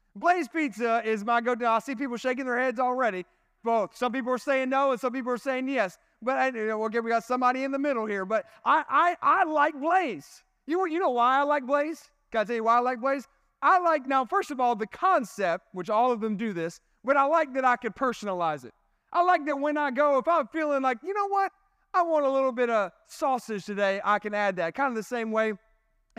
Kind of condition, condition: setting, large echoing room